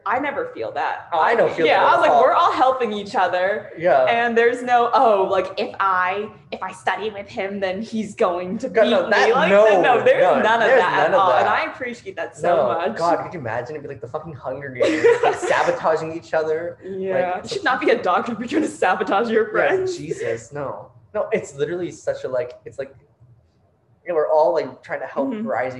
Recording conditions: poor microphone